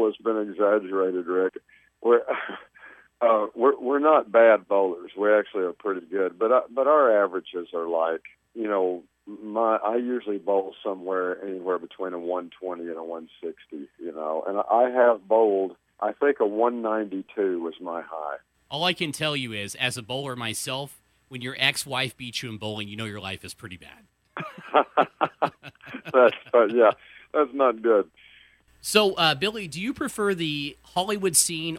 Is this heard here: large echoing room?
no